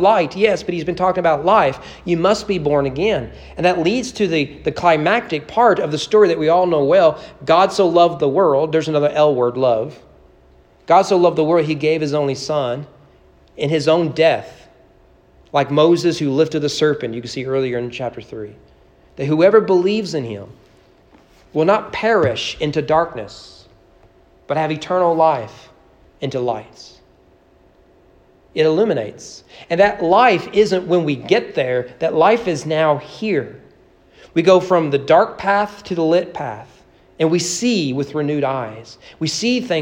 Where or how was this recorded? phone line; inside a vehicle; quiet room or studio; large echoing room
large echoing room